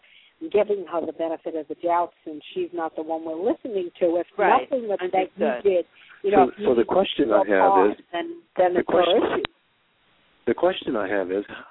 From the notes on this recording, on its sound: take your calls on the air - LIVE!